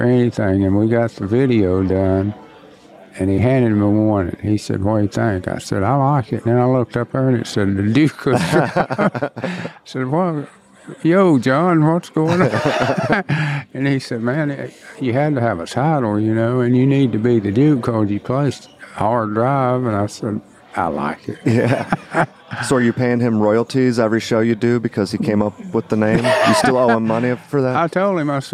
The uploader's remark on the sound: Recorded at the 2022 IBMA World of Bluegrass in Raleigh, North Carolina.